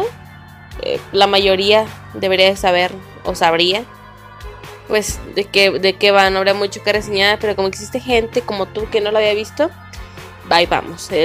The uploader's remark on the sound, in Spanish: La única PC de la casa de descompuso, por lo que hasta no se cuando, los podcasts estarán hechos con celular, se notará la diferencia en la calidad.